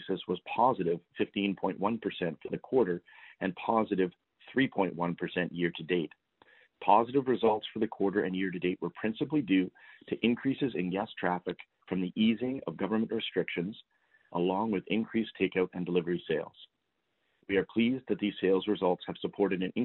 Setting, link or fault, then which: link, phone line